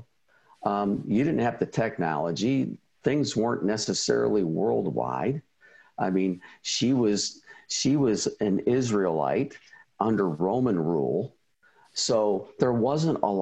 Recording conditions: video call